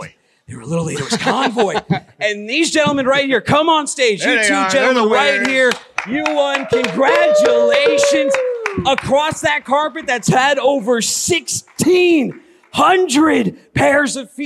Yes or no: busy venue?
yes